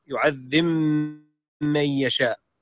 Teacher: سكن الباء ثم أدغمها في الميم